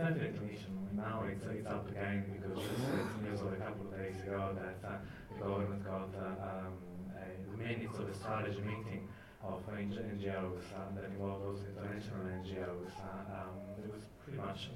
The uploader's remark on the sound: Recorded at the Light House Cinema, 3rd July 2012